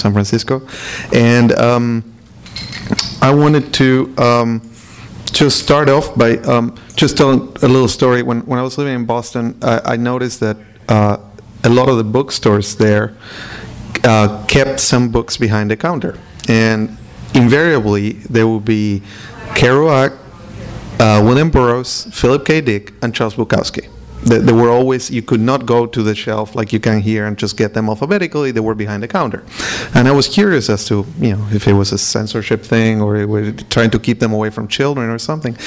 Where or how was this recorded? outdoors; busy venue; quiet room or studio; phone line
busy venue